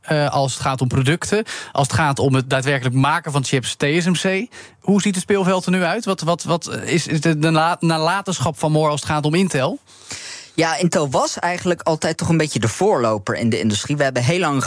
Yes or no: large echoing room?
no